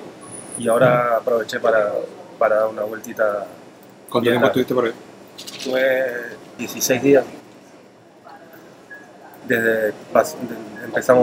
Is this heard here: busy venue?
yes